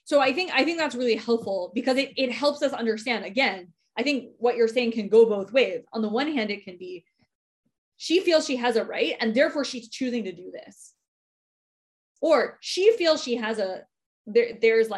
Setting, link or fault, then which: link, video call